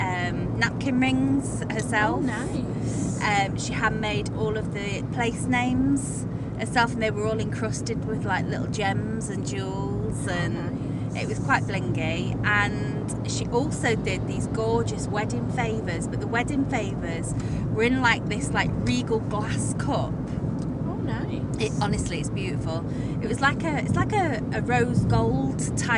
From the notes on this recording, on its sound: recorded during out road trip